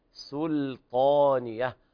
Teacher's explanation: وقف على الهاء وبيان ترقيق السين سلطانية مع توسط اللام بهذه الطريقة